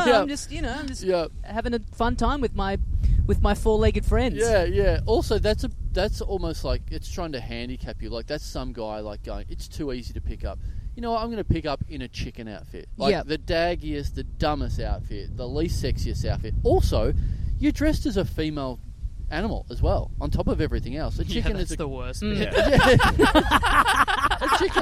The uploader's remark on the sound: Restrictions have eased in Melbourne so we're able to do our first IRL session in four months BUT it has to be outdoors, so we're next to the MCG.